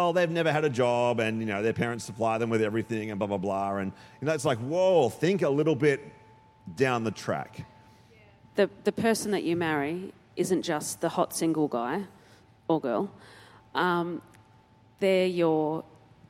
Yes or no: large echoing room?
yes